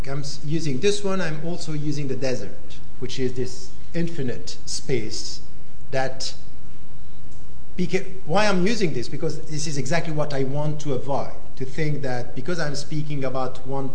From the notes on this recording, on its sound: In this public lecture.